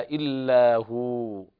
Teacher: والوقف على الواو بالسكون مع المد حركتين، لأن الواو ساكنة عند الوقف وقبلها ضم فتمد مد طبيعي